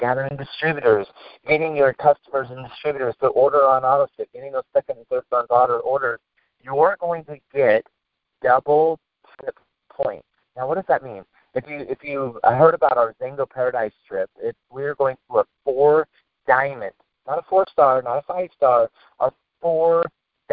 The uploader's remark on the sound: PowerHouse Network Leadership conference call.